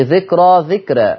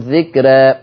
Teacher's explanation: الراء لما يجي بعدها ألف مادية في آخر الكلام متطرفة على طول ورش يقللها · Shown in: second take · قولا واحدة ملوش فيها خلف، ما يقولش ذكرى ذكرى، لا ورش يقول ذكرى على طول في حينه.